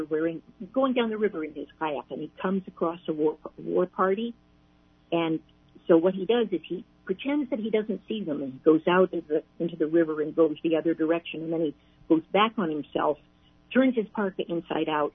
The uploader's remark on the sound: On the phone